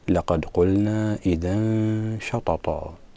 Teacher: أخفي التنوين بسبب مجيء الشين بعده وهو من حروف الإخفاء